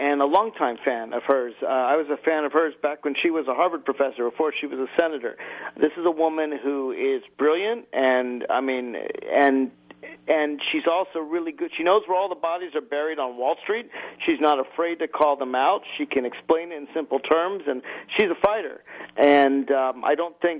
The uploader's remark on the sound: The debate heated up with callers and hosts alike